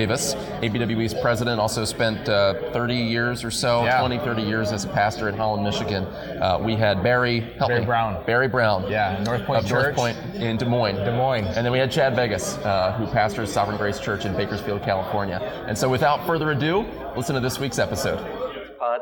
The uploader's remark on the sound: panel from the 2021 Radius Missiology Conference